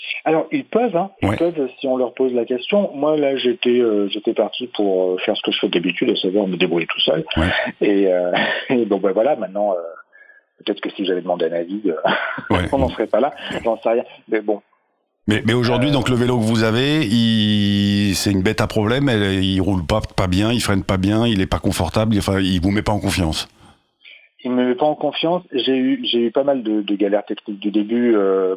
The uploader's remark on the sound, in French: Au téléphone